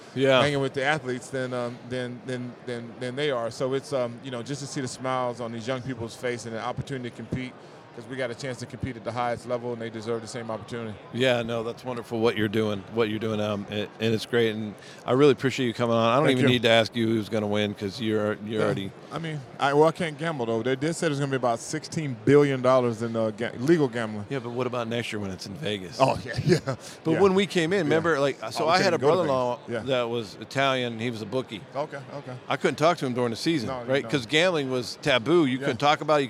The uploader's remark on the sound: LIVE RAW & UNFILTERED at Super Bowl LVII